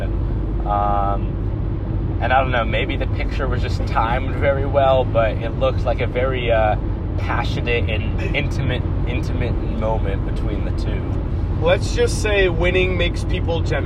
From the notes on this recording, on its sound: Decided to record an unscripted podcast on their way back from Los Angeles, CA. The brother's have a lot to talk about in the car.